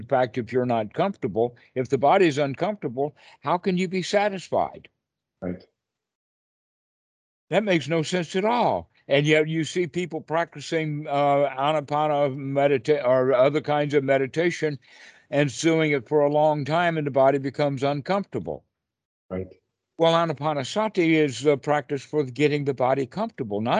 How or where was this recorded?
video call